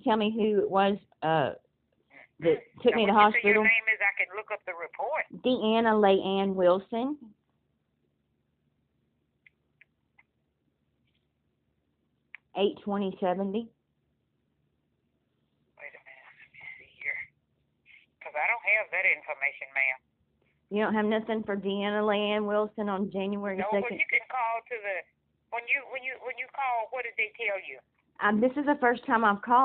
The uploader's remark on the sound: Bastrop Police Dept phone calling